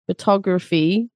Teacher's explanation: But then you have photography, stress on the tog.